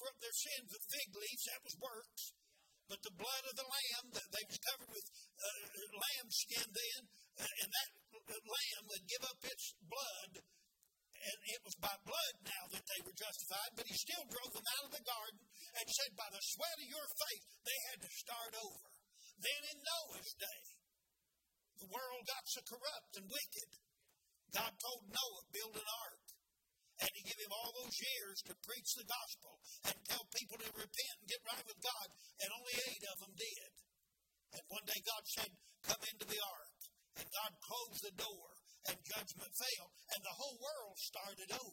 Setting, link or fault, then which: setting, large echoing room